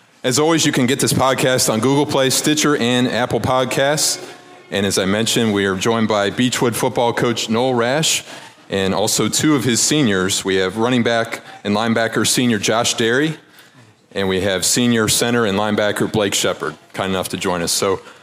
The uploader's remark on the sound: The WCPO High School Insider Podcast is taking a road trip to the Fort Wright Chick-fil-A location.